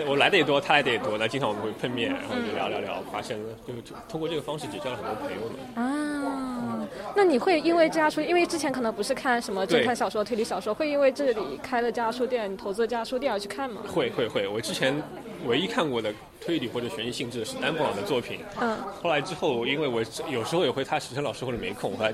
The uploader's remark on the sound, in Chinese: 我在现场记录下了孤岛书店的最后一个夜晚。大家围坐在小小的空间里一起聊天。在结束之后，我也和读者、书店常客和合伙人进行了一些对谈。